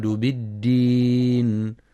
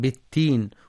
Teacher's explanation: وفي قوله تعالى فما يكذبك بعد بالدين، يخطئ بعضهم فيقرأ بالدين قريبة من التاء فتكون بالتين، والصواب إعطاء الدال صفة الجهر والشدة لتمييزها عن التاء · Shown in: first take